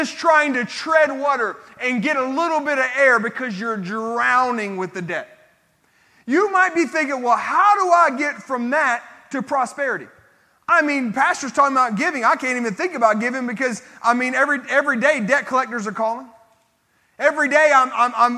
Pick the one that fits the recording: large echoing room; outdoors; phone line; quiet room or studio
large echoing room